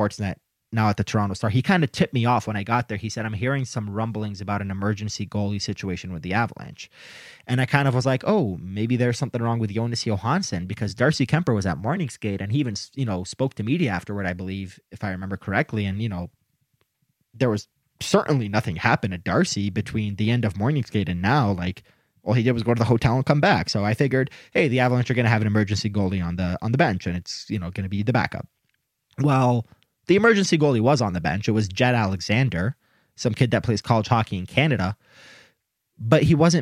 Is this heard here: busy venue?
no